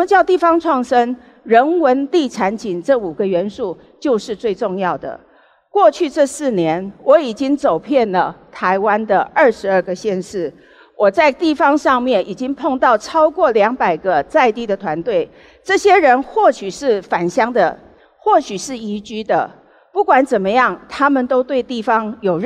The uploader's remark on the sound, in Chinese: 本集節目取自【2023突破者知識跨年饗宴】現場錄音。